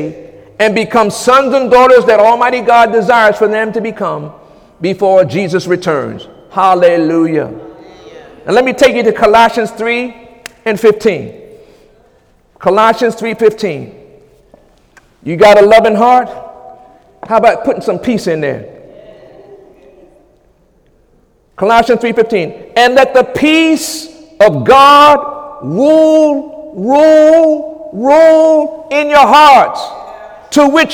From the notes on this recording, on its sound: During Sunday morning service